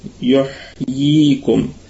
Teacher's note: متحركة بالكسر، بعدها ياء ساكنة، فيها مد طبيعي وصلا وقفا، يحييكم. وأيضا هي هذه الكلمة نقف عليها بوجه واحد فقط بالسكون المحض، ولا روم فيها ولا إشمام، لأنها ميم جمع، وأيضا هي في ربع درجات الغنة.